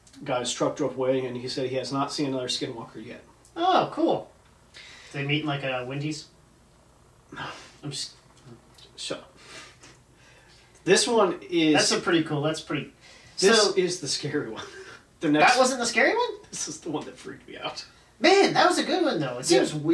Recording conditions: poor microphone